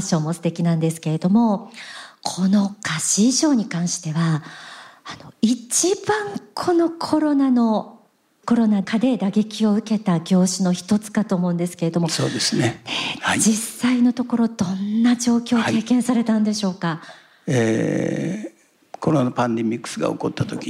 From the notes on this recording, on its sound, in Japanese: ハッピー・サイエンス・ユニバーシティ未来創造・東京キャンパスにて「天使のモーニングコール」公開録音が行われました。